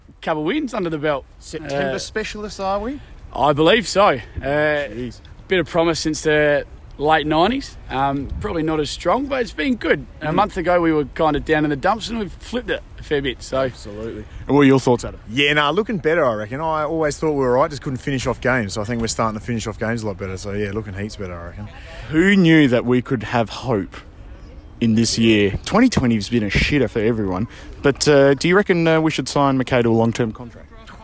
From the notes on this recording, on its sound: Post-Giants Walk & Talk.